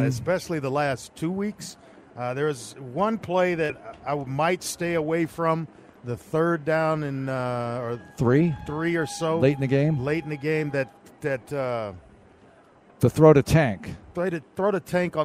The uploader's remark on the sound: audio from the locker room